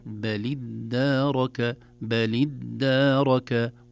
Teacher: نقول هذه الكلمة أولها همزة وصل وقبلها لام ساكنة، لكن تحركت التقاء الساكنين أصبحت بلدارك بلدارك، والدال مشددة ممدودة بالألف القصيرة التي بعدها